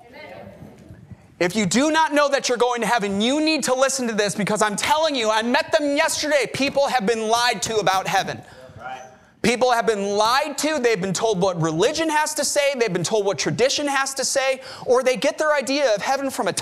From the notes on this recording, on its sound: Our services are live streamed every week from our church in Corpus Christi, Texas.